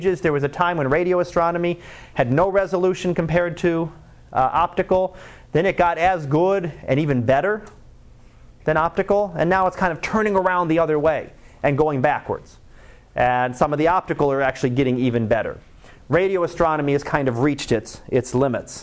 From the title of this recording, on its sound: Live Class Lecture